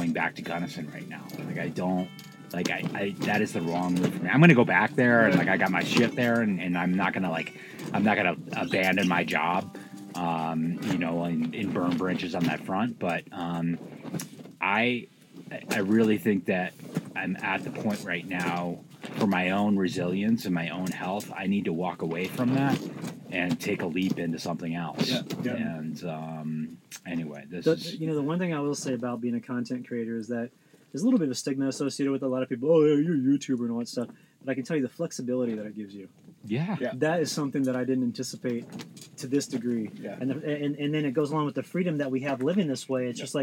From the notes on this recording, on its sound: This was a really fun episode to record from our camp outside of Sedona.